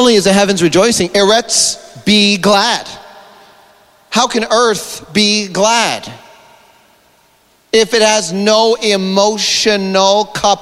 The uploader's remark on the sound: This is the Friday afternoon session from the Elementals Conference in Adelaide Australia at Field of Dreams church in March 2023.